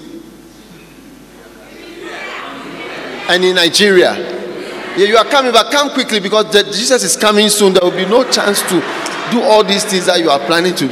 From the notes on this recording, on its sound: Preached at the Healing Jesus Pastor's Conference, Nyeri-Kenya, on the 2nd and 3rd December, 2022.